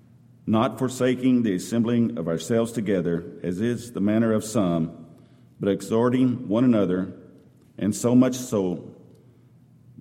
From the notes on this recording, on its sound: Downtown Church Of Christ Audio Sermon